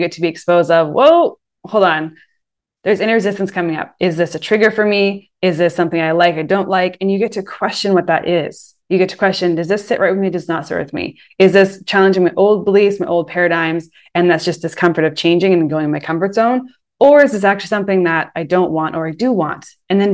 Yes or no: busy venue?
no